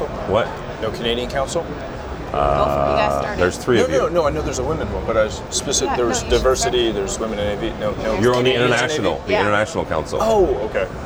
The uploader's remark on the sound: Live From ISE 2020